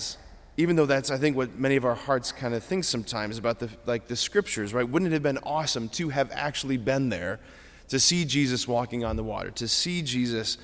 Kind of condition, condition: setting, large echoing room